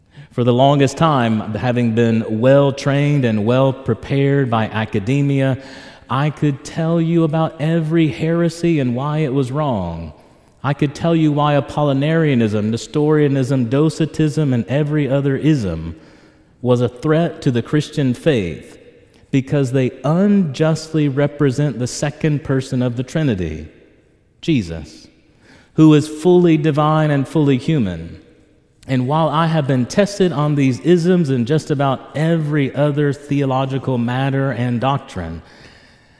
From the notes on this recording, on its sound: This homily was preached in Church of the Ascension, Knoxville, Tennessee